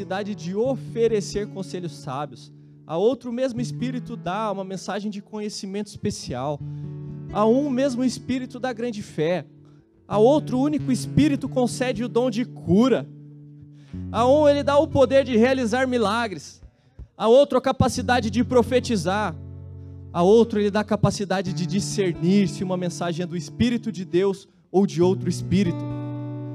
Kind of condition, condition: setting, large echoing room